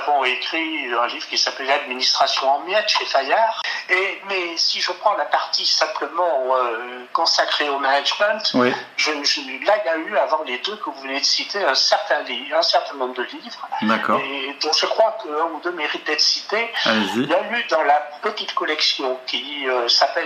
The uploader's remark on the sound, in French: Je m'excuse pour la qualité du son de cet épisode (problème technique).